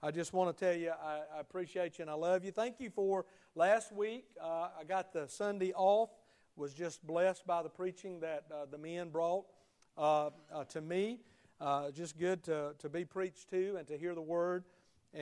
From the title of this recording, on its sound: Sunday Morning Service at Liberty Baptist Church